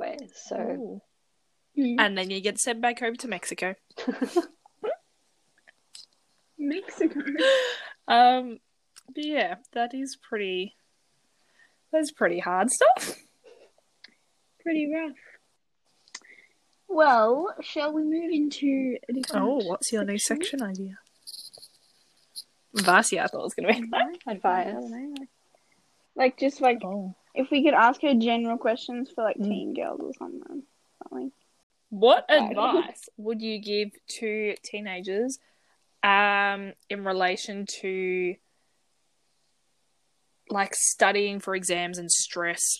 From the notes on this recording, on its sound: the internet was bad while recording